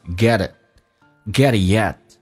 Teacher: get it 后面一个 t 也要去掉，但是气流要阻塞一下，因为 it 的 t 前面是一个元音，所以气流阻塞 get it, get it yet. · Term: 略音